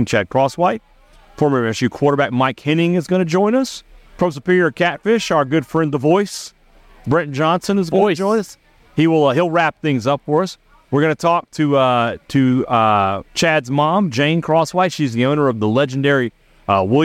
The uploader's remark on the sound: The boys are live at the Neshoba County Fair. Live from admist all the action the fair provides.